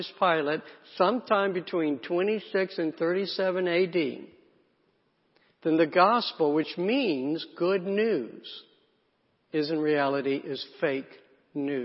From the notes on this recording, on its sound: Sunday messages from Lake Oconee Presbyterian Church (PCA) in Eatonton, GA.